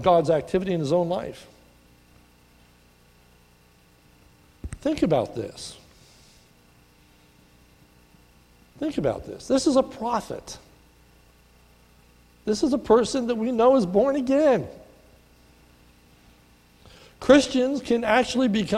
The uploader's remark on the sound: This is a sermon recorded at the Lebanon Bible Fellowship in Lebanon, PA on 7/8/2018 during the morning service